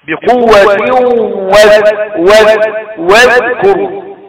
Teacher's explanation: بقوة واذكروا تنوين مقدار حركتين مع الغنة إضغام بغنة